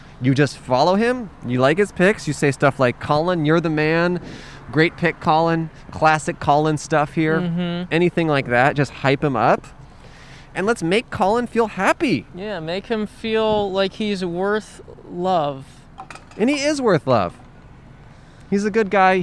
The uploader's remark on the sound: Recorded on 3/13/21 on Hollywood Blvd in Los Angeles.